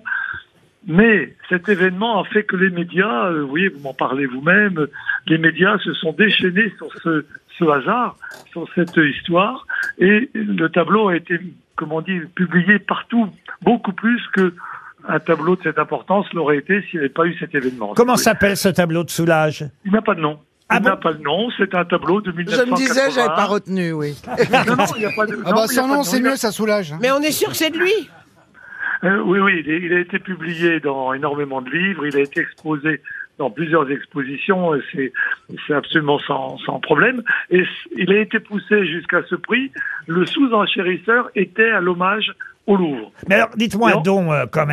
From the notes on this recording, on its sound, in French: au téléphone ce 3 novembre avec les Grosses Têtes